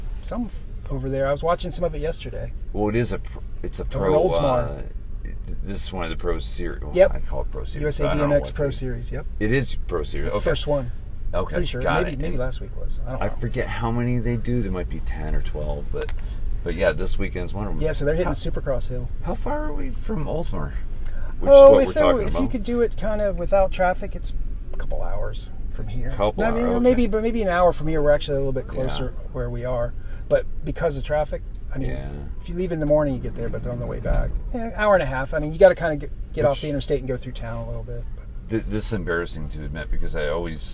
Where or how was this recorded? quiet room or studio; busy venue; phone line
busy venue